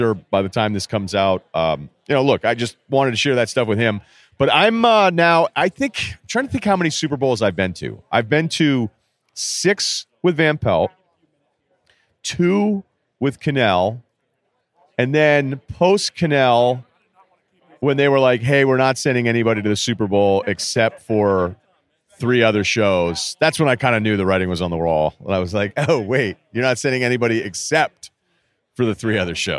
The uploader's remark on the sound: Live from radio row in Miami